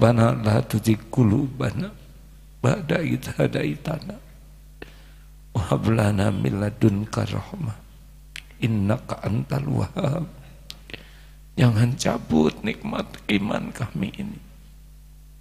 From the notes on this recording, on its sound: live dari Masjid Daarut Tauhiid Bandung